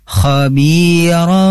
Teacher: bacanya itu harus disamarkan tanwinnya kepada mim · Term: iqlab